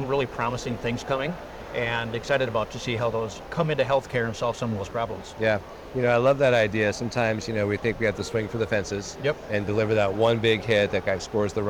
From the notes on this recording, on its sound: It’s a double Interview in Action live from the 2023 CHIME Fall Forum.